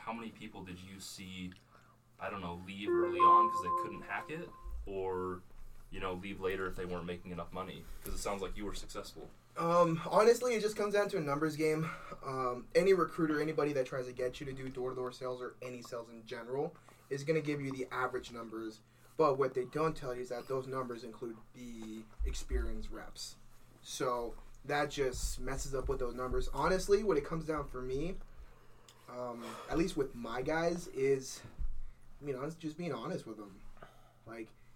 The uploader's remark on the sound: DISCLAIMER: AUDIO IS A WEE BIT OFF.